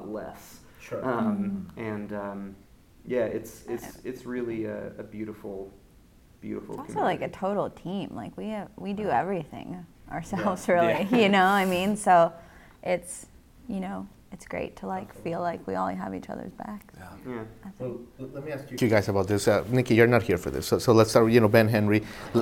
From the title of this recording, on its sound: LIVE at SXSW 2023